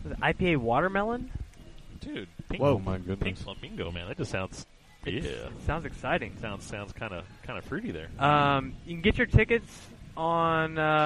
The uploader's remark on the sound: Live From Nates!